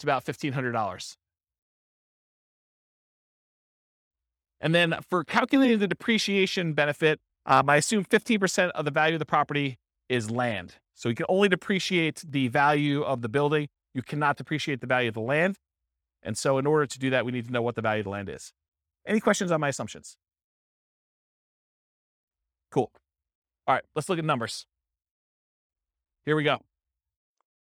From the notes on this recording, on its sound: This was a live class recorded